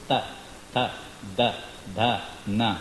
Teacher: these sounds are coming when you touch the teeth with your tongue